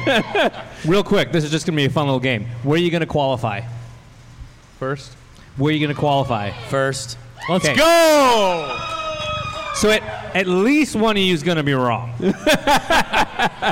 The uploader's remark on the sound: The live event from Monday night at Sun King Brewing. All on one stage.